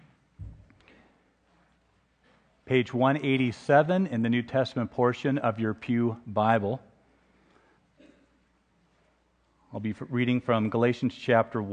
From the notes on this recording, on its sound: Free to Live is a podcast of the Ash Wednesday Service at Laguna Presbyterian Church.